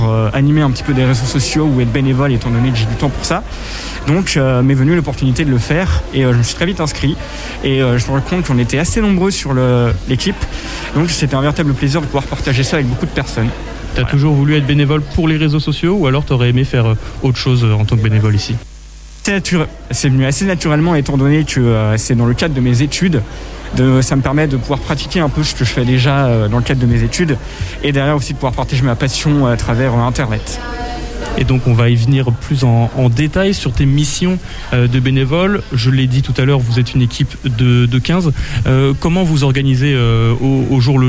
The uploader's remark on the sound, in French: Emission exceptionnelle de Topette en direct du Centre des Congrès ! A l'occasion de la 34ème édition du festival Premiers Plans.